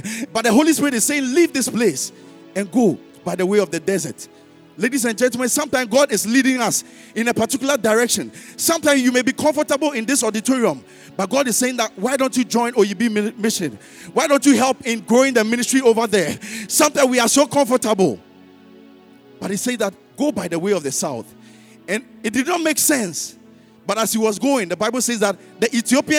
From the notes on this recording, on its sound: Sermon preached at CBC Shiashie Campus